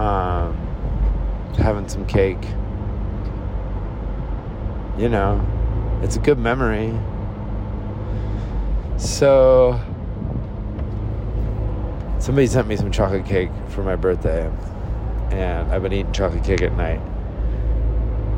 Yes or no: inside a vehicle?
yes